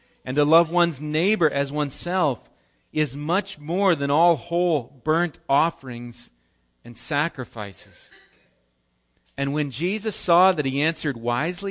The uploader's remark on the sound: Recorded live at Bethany Bible Church on 5/27/18